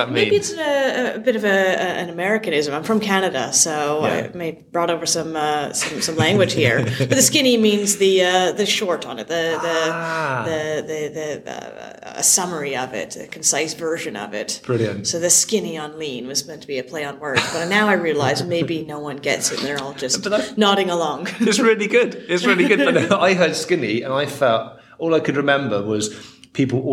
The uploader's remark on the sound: at the Product Elevation Elevation 2022 conference in Dublin